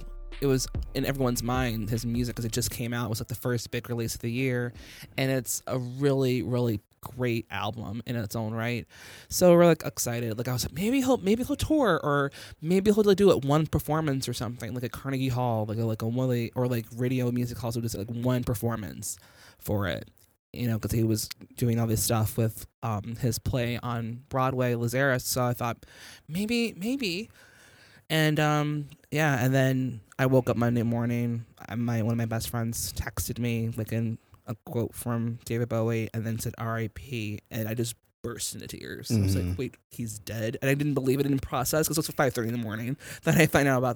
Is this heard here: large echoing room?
no